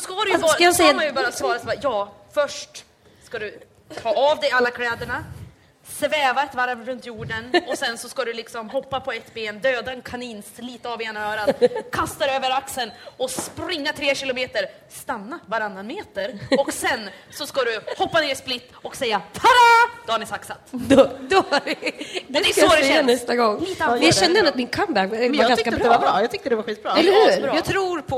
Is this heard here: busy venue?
yes